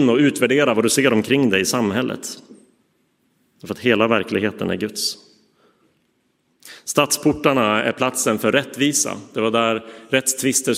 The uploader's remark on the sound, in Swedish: Inspelad i Roseniuskyrkan.